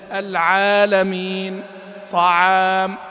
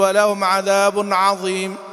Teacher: حرف العين ترقيقها في كل حال · Shown in: first take · لأنه وقال فرققا مستفلا من أحرفه، والعين من الحروف المستفلة، لا سيما إذا جاورت المفخمات أو الألف، نحو طعام طعام أو العالمين.